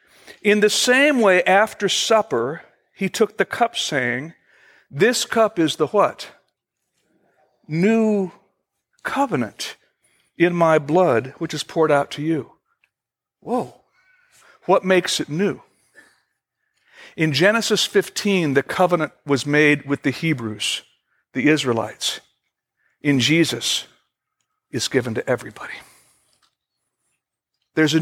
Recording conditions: large echoing room